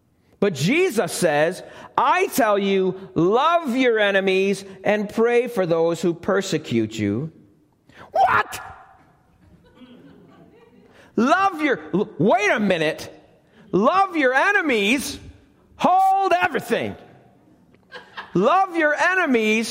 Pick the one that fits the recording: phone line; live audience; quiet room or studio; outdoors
live audience